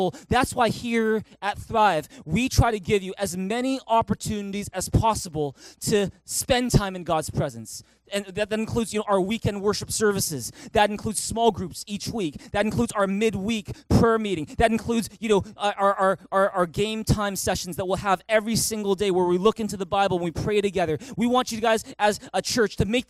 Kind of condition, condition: setting, large echoing room